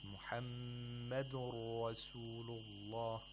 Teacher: And then we have idgham of nun sakina into ra. Okay, so the nun sakina is not pronounced. Instead, the ra is pronounced with tashdeed.